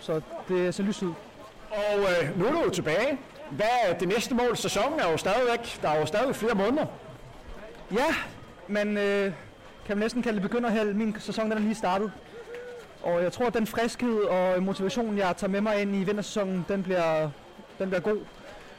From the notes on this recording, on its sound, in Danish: Historisk dag i Dyrehaven - Live reportage fra Eremitageløbet.